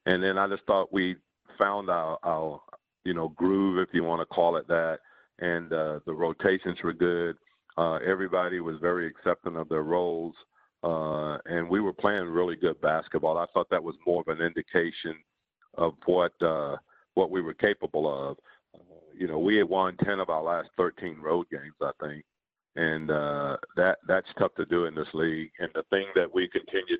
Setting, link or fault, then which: link, phone line